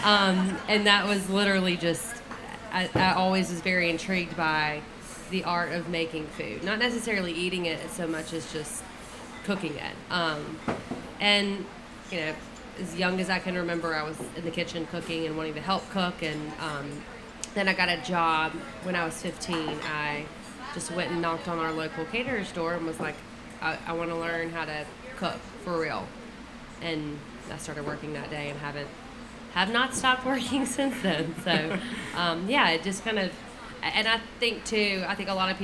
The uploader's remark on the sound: Sat down for a LIVE episode of the podcast in front of the brunch’s guests, which is what you’ll hear for this episode. You’ll get to catch some of the Q&A from the crowd as well.